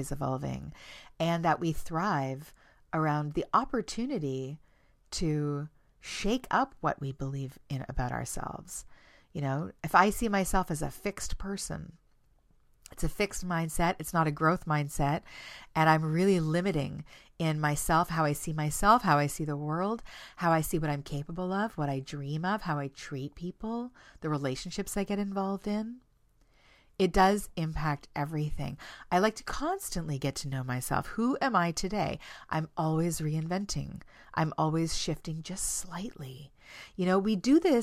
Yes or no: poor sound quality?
no